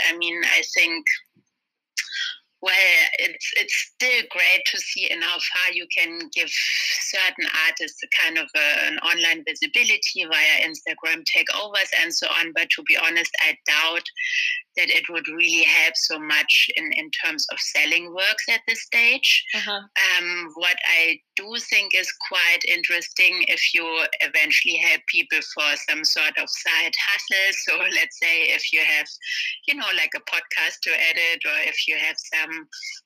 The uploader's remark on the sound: Speak on the phone. From where I sit in Los Angeles.